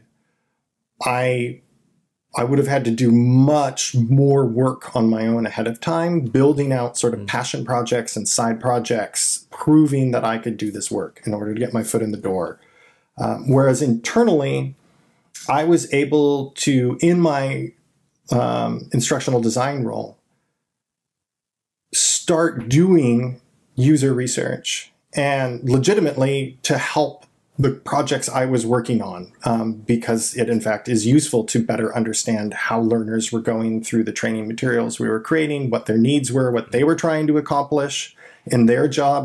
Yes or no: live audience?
no